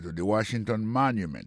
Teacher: on va voir que mot Washington, l'accent tombé sur le premier syllabe là. Pour mot monument, il tombe sur le premier syllabe là.